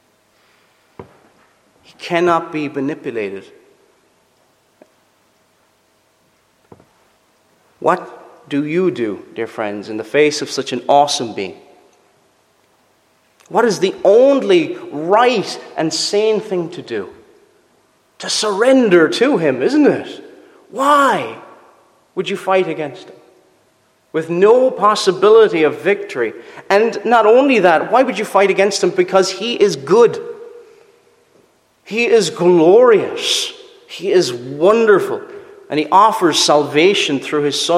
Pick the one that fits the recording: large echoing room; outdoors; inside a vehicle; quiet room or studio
large echoing room